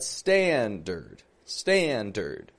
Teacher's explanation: That is a schwa R sound in the second syllable of standard.